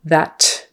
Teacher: it may be strongly pronounced and aspirated, meaning the air comes out audibly